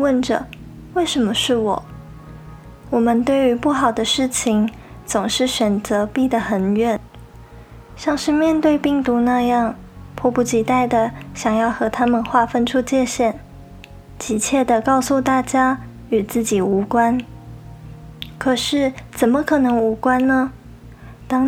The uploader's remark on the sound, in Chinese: 因為錄音環境的緣故，錄音的品質並沒有太理想，雜音有點多，還請大家多多包容。